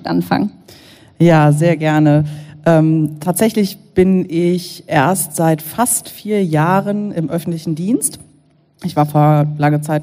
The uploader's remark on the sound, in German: Sie wurde live auf dem KGSt-FORUM in Hamburg aufgenommen.